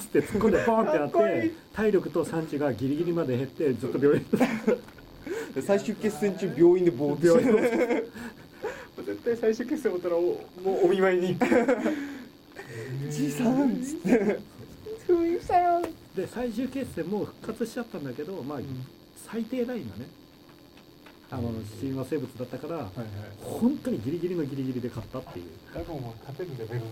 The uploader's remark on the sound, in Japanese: 相変わらず音質が悪く申し訳ないです。次の収録から録音環境を調整します。